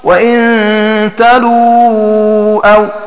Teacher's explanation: ومعنى البيت: أي قرأ هشام وحمزة وابن ذكوان: وإن تلو أو بحذف الواو الأولى وهي المضمومة وبضم سكون اللام، فينطق بلام مضمومة وبعدها واو ساكنة مدية